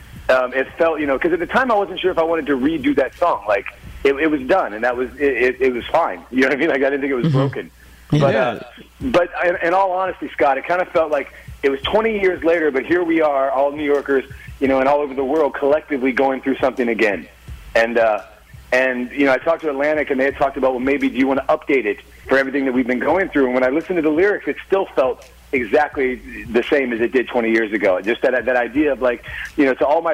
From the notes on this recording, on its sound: called into The Big Show